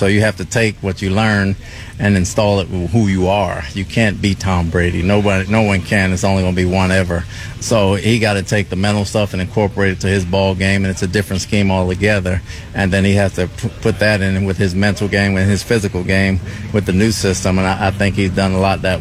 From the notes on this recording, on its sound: live from Buccaneers Training Camp on Tuesday morning.